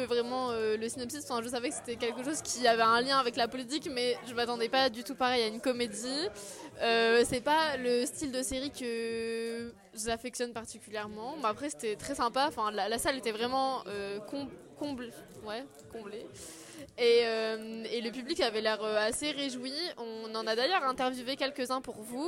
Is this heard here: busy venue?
yes